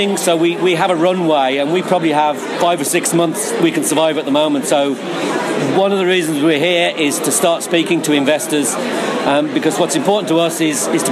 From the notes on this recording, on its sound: at the recent Uprise Festival held in Dublin